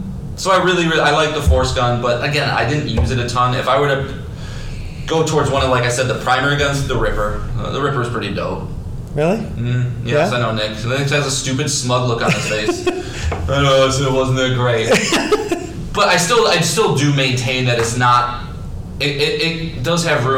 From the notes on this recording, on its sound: Apologies for the poor audio!